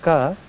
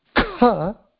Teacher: ka is alpa prana. Kha, mahaprana.